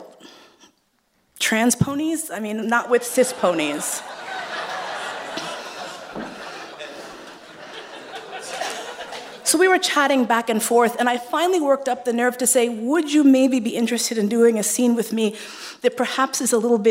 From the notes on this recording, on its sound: Folsom St. Fair. Our LIVE Folsom Street Fair Kinktacular.